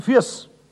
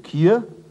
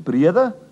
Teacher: So lautet der Umlaut Ü freilich wie I. Aber dieses I hat sich allen Aussprachemöglichkeiten, die wir für diesen Vokal kennengelernt haben, zu beugen.